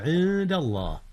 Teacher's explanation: أخفي حرف النون قبل الدال إذ الدال من أحرف الإخفاء